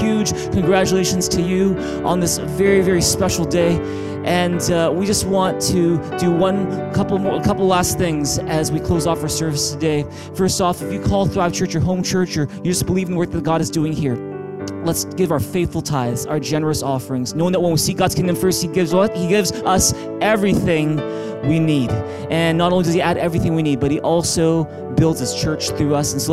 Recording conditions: large echoing room